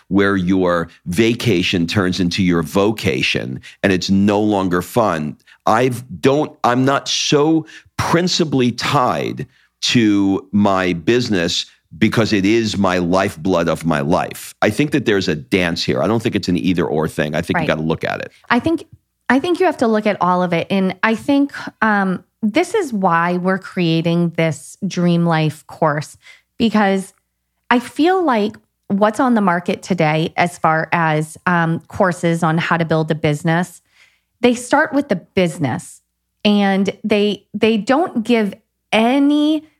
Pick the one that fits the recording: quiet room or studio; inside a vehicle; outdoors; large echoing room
quiet room or studio